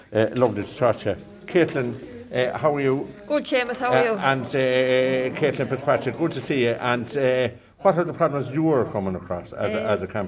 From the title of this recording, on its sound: at the Make Way Press Conference Roscommon